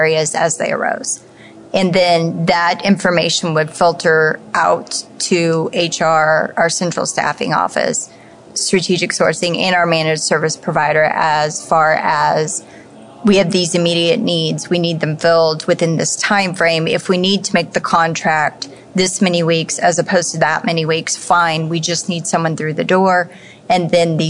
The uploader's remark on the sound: Live at AHRMM23 in Orlando.